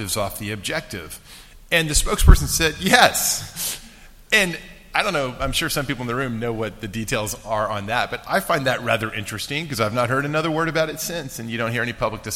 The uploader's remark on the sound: This podcast was recorded live at the 29th Annual Review of the Field of National Security Law CLE Conference.